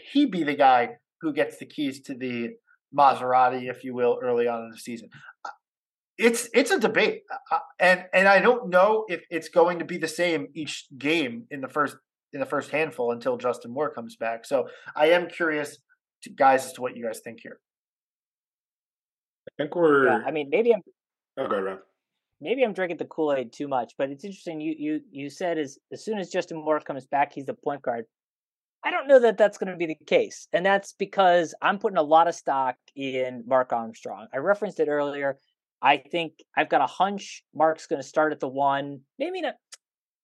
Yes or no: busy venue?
no